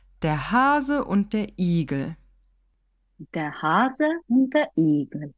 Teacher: Wenn wir mal übertreiben, dann würde ich hier mal ganz bewusst Hase und Igel mit einem bewusst langen Vokal sprechen. Und den Rest, den reduzieren wir mal ganz stark.